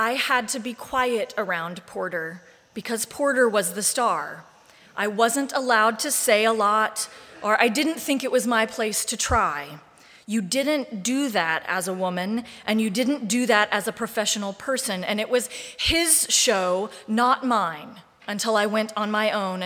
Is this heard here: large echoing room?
yes